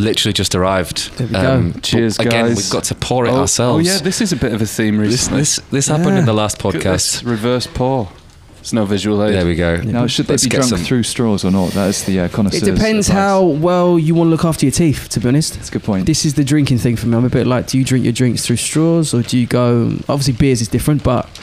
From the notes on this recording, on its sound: in a hotel bar in central London